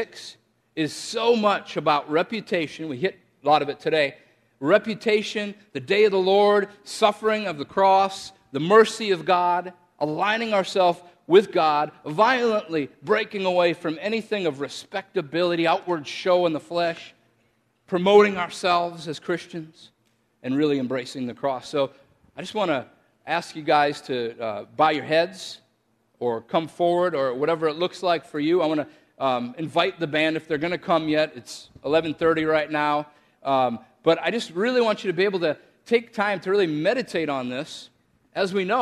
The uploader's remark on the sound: This message was shared in context to a Sunday service at Bethany Church in Bloomington, MN.